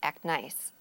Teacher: the phrase act nice tends to drop that T sound, and we would say it more like act nice in normal speed.